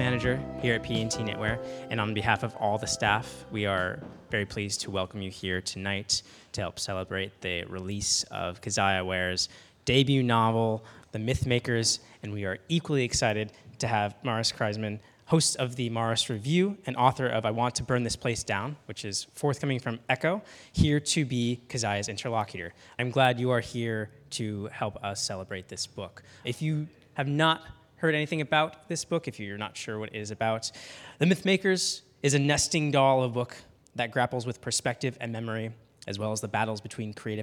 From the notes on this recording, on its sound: Live at P&T Knitwear in New York City. Live at P&T Knitwear in New York City.